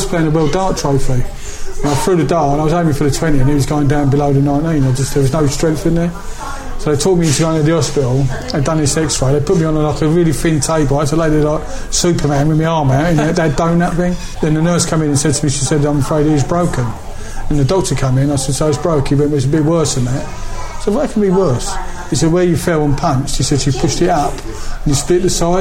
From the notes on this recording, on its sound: mutual local pub, Blackheath’s The Royal Standard